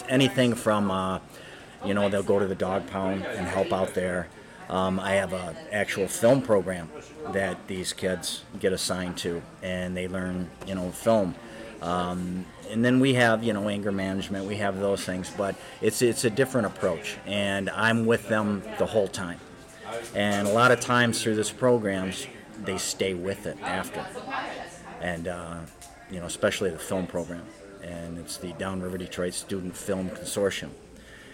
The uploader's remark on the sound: We recorded LIVE at the Teach Better Conference 2022 in Akron, Ohio.